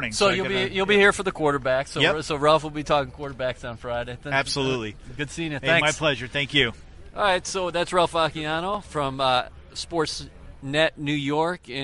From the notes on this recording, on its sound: Live at the Combine. At the 2017 NFL Combine in Indianapolis.